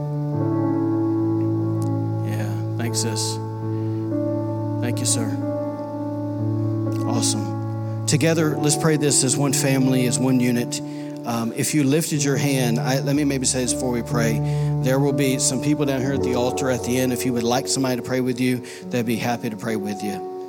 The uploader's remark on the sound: was recorded on Sunday, April 14, 2019, during service at The Anchor Church in Rockport, Maine.